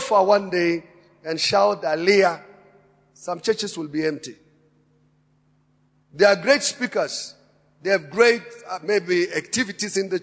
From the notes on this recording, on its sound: Preached at Emmanuel Christian Church, Arcadia Campus, on the 11th of February 2018.